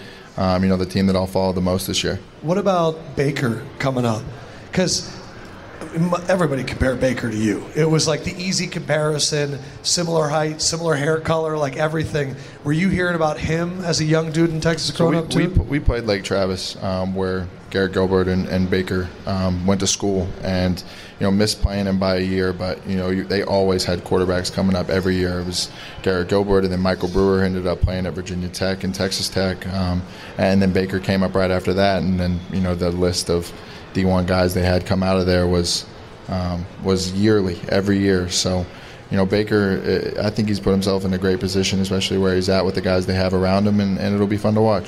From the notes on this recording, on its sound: The show was recorded LIVE inside the Caesar's sports book in Las Vegas.